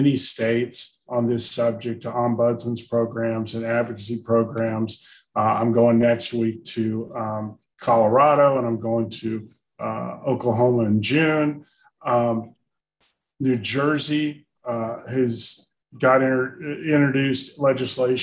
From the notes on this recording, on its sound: we are sharing the audio from Consumer Voice’s webinar